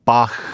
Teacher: I can go further back, my soft palate, my velum, and I can go, and in English, we don't think of that as a sound. But if you want to pretend that you like classical music, you say Bach. That's a velar fricative.